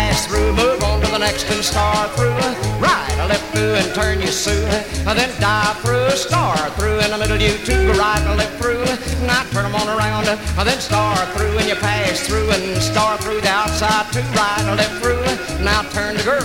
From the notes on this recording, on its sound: 1964 Blue Star Jubiliee in Houston, Texas. Track nine, record one from the 1964 Blue Star Jubilee Square Dance held in the Sam Houston Auditorium.